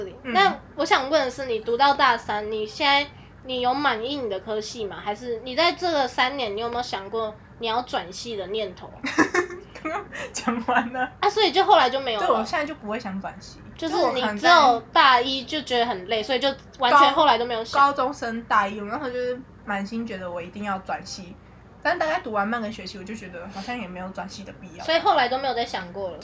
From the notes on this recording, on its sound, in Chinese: 錄音當天樓下就有兩隻小朋友所以背景會有一些小孩的聲音。